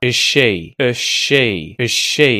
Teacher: Then we can get rid of that H and just say, as she, and we can de-emphasize, de-stress that ah vowel sound. And just say, that schwa, is she, is she, is she.